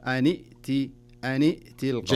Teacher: فإذا التقى الساكنين نكسر الساكن الأول. تصير النون بدل ما هي سكون كسرة. أن ائتي ولا نقول أن ائتي أن ائتي أن ائتي كذا تكون.